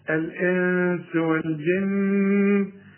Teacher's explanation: النون اللي بعدها السين، السين من حروف الإخفاء بقى، عايزين غنى